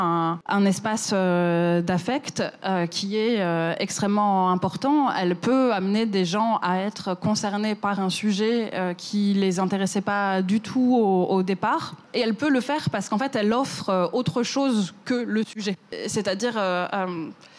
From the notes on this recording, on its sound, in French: cet épisode a été enregistré à la Gaîté Lyrique